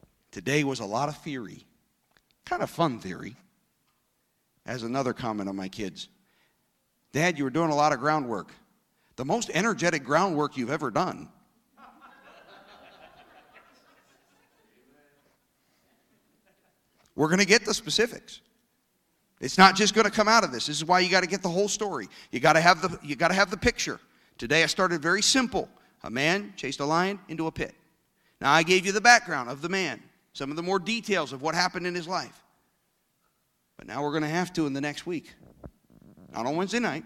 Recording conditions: large echoing room